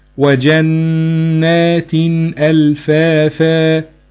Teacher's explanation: النون تخرج من طرف اللسان، تمام؟ أما باقي هذه الحروف تخرج منين؟ تخرج من الحلق، يبقى في تباعد في المخرج · Term: الإظهار